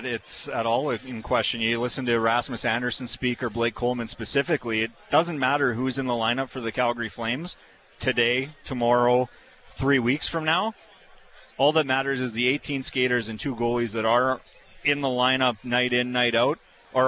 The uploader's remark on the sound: live from the Deerfoot Inn & Casino for the Flames Ambassadors' Celebrity Poker Tournament